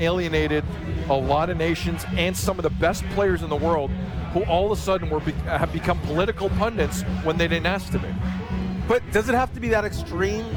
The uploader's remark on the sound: on location at Café Diplomatico in downtown Toronto